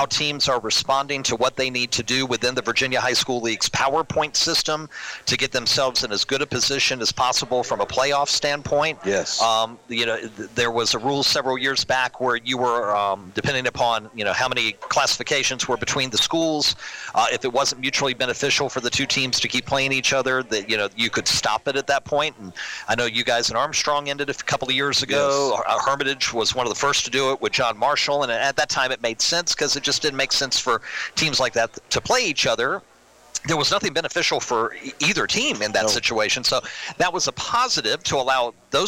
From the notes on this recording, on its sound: Recorded live at Sports Page Grille Ashland, as heard live on 102.9 The Mater.